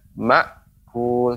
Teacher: hamzah tadi jangan dipantulkan tetapi benar-benar dia berhenti pengucapannya